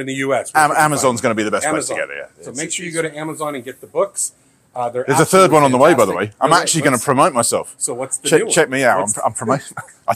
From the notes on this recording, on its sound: we are live in Miami, FL at our 2023 BNI National Conference